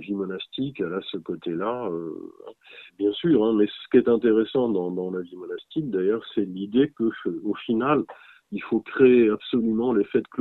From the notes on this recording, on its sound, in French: joint par téléphone